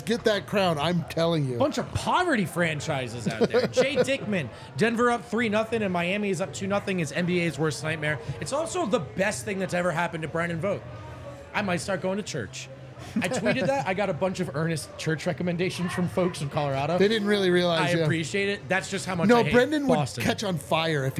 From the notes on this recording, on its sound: LIVE from the DNVR Bar